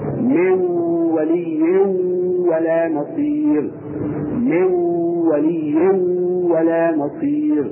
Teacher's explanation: ايضا نقول نفس الكلام الذي قلناه في اخواتها السابقات، نقول ماذا اذا جاء بعد النون الساكنه او التنوين واو، ندخل النون الساكنه او التنوين في الواو فيصبحان واوا مشدده تغن مقدار حركتين